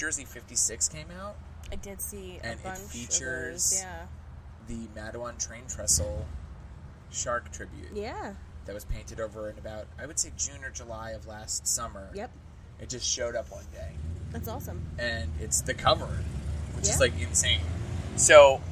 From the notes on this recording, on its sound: We experiment with a bad idea and record an episode in person outside.